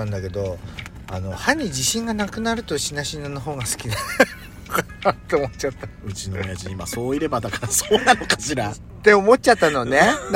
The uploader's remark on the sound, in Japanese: パーキング収録